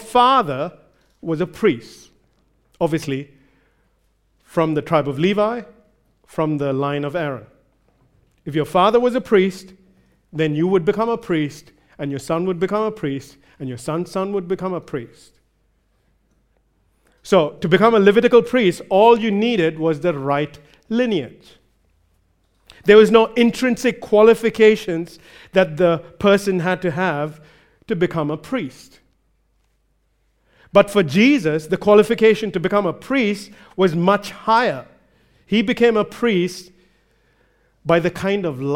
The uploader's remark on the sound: recorded live at Grace Community Bible Church